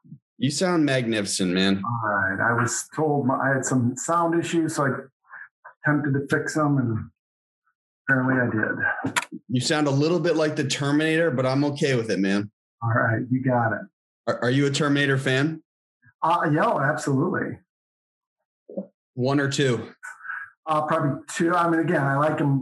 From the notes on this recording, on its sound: sat down over Zoom